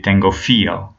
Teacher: For example, like instead of telling me tengo frío, he'll say tengo fío, or so he'll drop certain consonants like the letter R or the letter L when it's in a consonant cluster